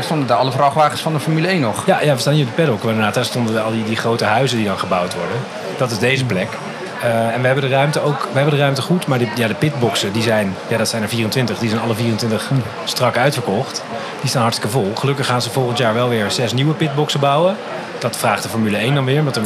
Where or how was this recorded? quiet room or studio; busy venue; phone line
busy venue